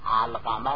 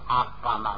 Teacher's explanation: لام و در قاف ادغام نمیکنیم · Shown in: first take · Term: حروف قمری